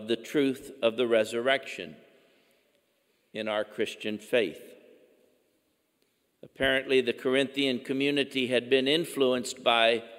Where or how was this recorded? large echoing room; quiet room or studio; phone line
large echoing room